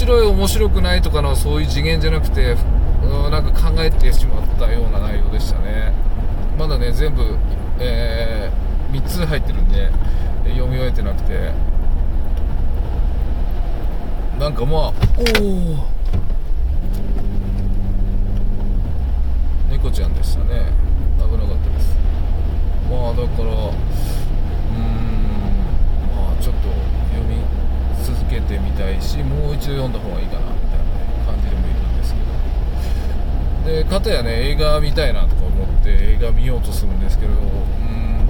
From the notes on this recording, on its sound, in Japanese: 運転中。夜の車の中でただただ最近のことを思い出しながら。